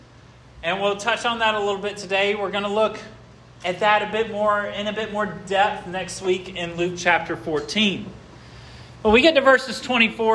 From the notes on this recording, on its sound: This sermon was preached at Hope Fellowship on Jan.